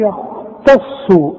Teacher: التاء التاء مرققة جدا، الخاء مفخمة، الصاد مفخمة، التاء دي غلبانة جدا في النص.